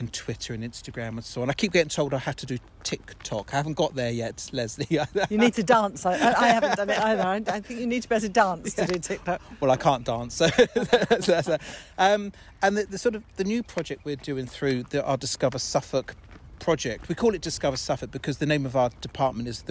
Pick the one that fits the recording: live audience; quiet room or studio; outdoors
outdoors